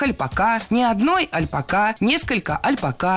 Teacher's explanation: мы увидим слово «альпака» с ударением на последнем слоге